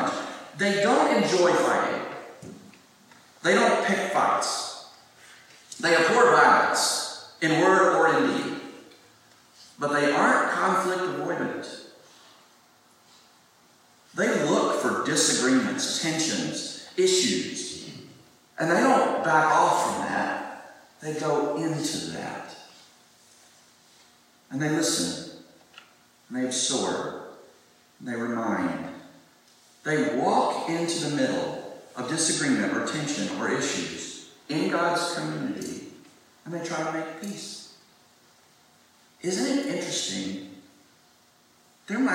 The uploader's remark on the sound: Please pardon the audio quality! We recorded this from a phone on the front pew.